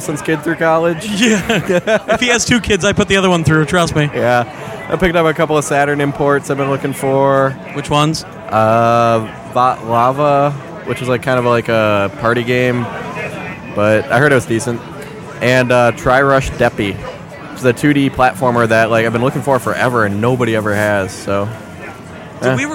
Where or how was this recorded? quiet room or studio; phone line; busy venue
busy venue